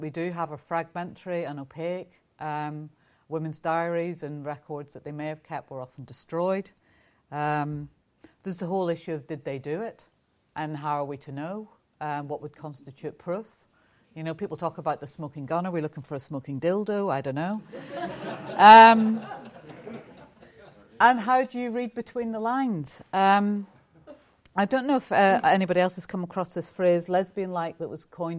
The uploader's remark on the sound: On the 11 February 2017, The National Archives hosted a range of talks for 'OUTing the Past: the National LGBT History Festival'. In this talk recorded from the festival.